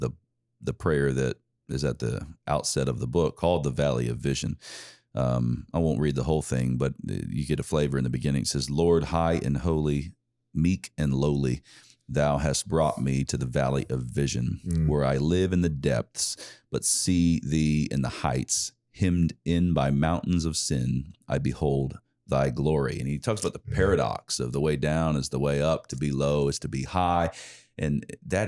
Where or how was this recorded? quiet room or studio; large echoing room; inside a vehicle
quiet room or studio